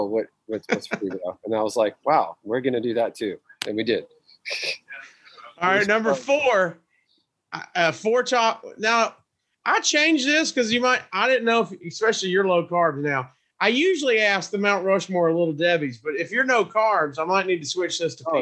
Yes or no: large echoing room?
no